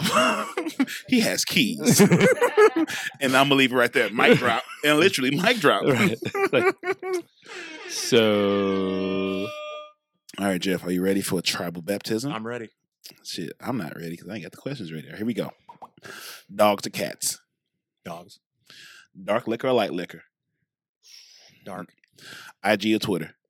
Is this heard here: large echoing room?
no